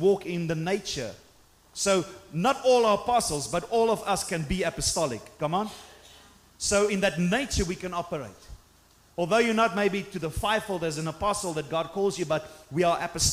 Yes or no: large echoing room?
yes